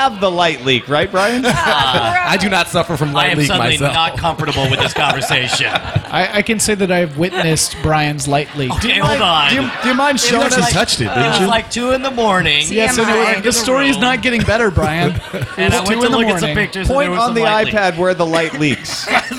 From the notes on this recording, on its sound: Live from SXSW